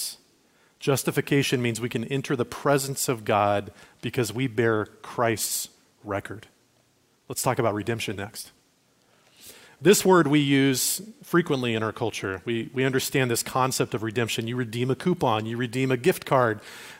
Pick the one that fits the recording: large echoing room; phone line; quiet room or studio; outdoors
large echoing room